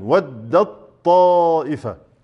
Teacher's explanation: إدغام كامل، إدغام التاء في الطاء إدغاما كاملا